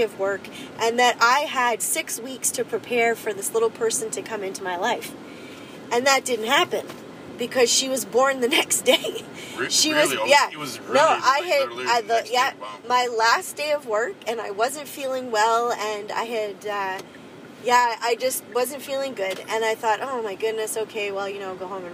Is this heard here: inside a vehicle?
yes